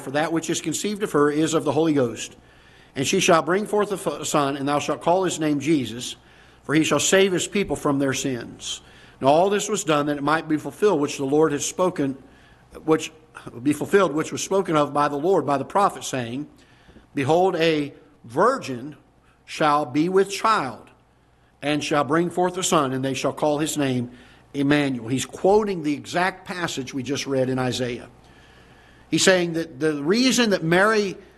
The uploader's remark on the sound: Ketha Heights Baptist Church ~ Live Broadcast